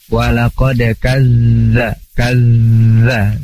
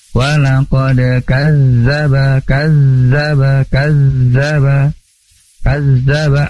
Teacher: Terus di sana ada kazzaba, ada zal bertasydid. Zal juga punya sifat mengalir suaranya. Jadi harus berbunyi ketika tasydid ya.